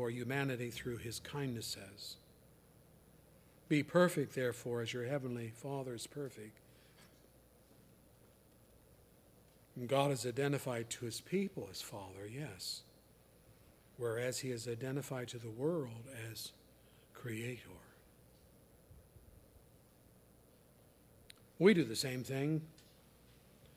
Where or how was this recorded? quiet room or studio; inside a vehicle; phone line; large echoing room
large echoing room